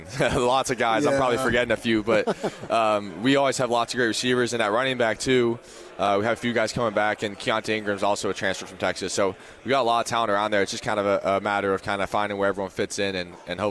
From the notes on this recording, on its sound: LIVE from Pac-12 Media Day in Los Angeles, CA.